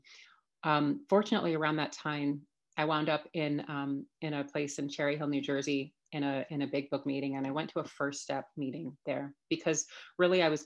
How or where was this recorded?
video call